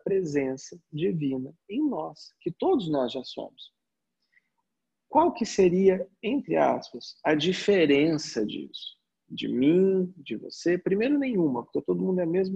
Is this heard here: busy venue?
no